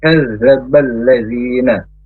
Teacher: Kemudian ditekan ke huruf yang ada tasdidnya, yaitu huruf zal. Huruf zal makhrajnya ujung lidah ke ujung gigi atas, tidak nempel.